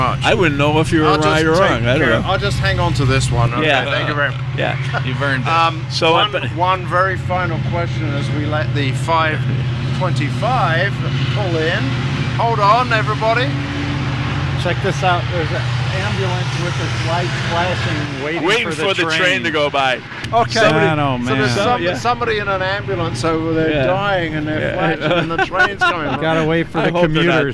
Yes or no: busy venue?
yes